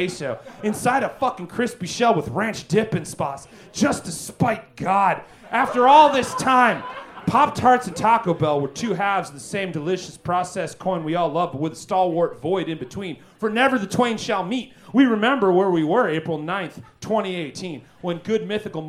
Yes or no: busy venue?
yes